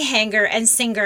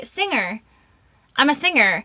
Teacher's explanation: You don't pronounce the hard G. · Shown in: second take